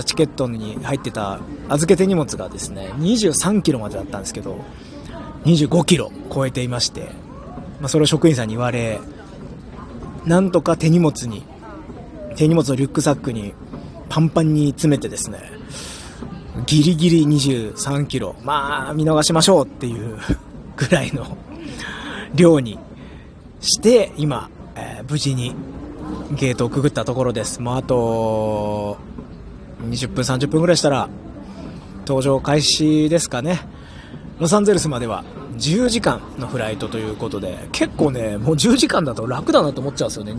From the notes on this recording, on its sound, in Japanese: さぁいよいよアメリカ遠征に出発です！！搭乗直前の声を収録！